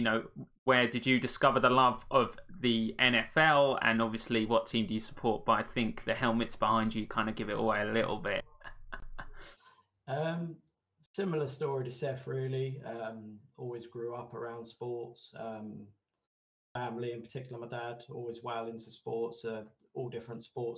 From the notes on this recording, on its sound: still can't get audio levels right at the beginning